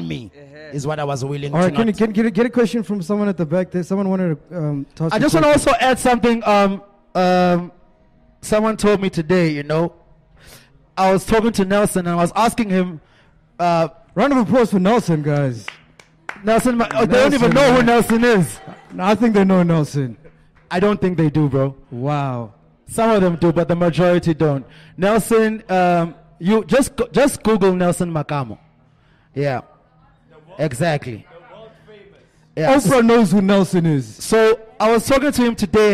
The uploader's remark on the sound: With a live audience from The Little Fox, Newtown.